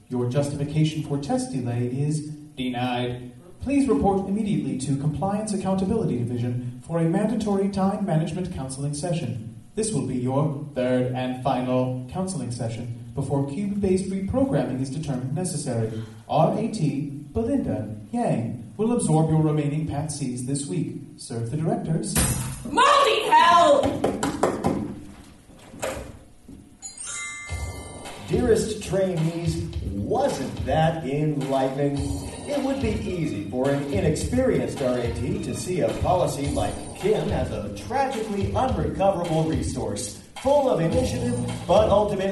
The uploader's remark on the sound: We are excited to share a live recording of our 2015 Chicago Fringe Festival show.